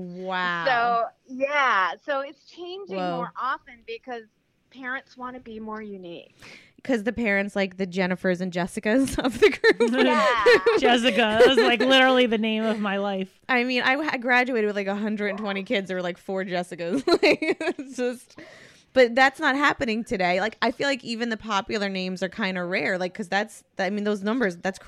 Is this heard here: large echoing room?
no